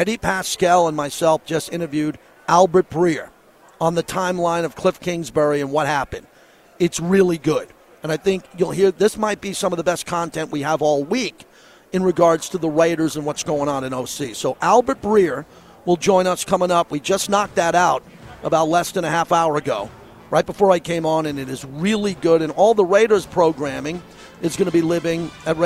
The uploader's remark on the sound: LIVE FROM RADIO ROW AT SUPER BOWL 58